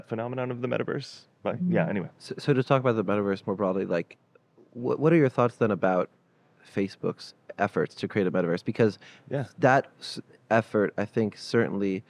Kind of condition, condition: setting, busy venue